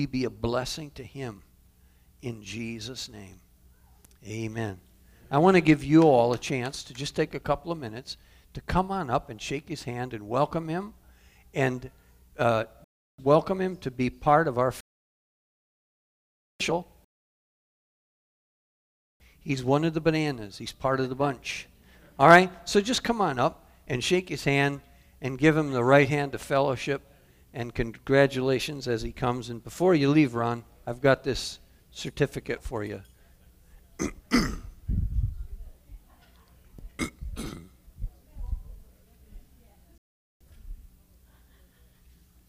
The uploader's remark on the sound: Calvary Assembly of God live Stream